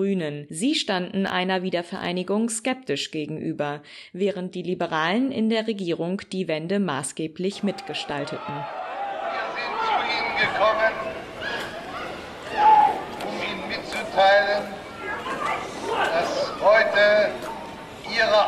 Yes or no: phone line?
no